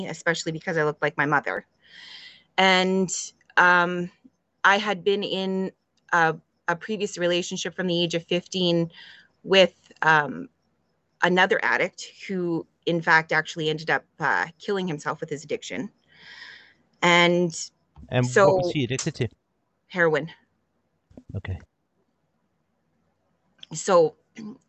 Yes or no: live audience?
no